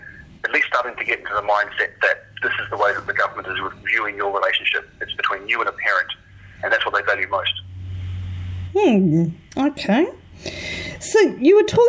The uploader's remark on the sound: has a chat over the phone